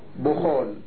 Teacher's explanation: وتوجد لغة رابعة بضم الباء والخاء، يعني بخول.